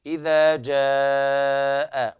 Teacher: إذا جاء نصر الله والفتح، والجيم هنا طبعا الجيم شديدة تخرج من وسط اللسان مع ما يحاذيها من الحنك الأعلى، ففيها شدة. إذا جاء، حتى نخلصها من الشين.